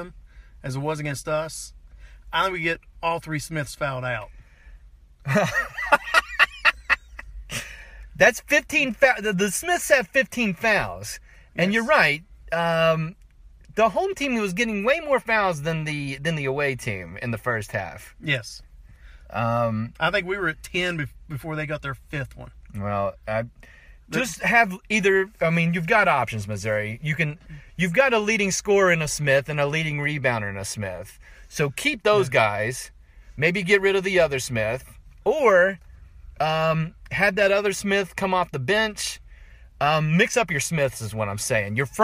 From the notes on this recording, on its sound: Joins me in my car. Live from Primanti Bros. in Morgantown, WV.